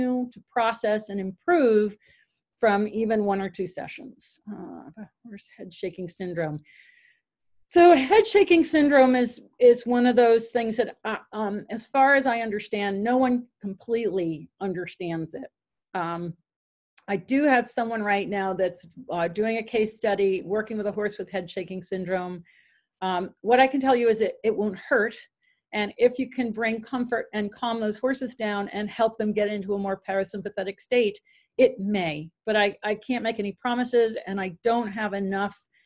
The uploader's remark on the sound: Zoom Meeting.